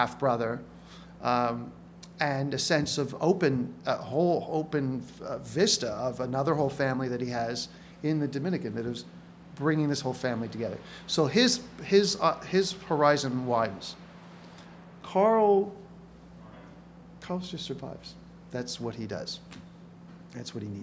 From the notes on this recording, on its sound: Recorded live May 7th, 2017 at the Prairie Theatre Exchange in Winnipeg.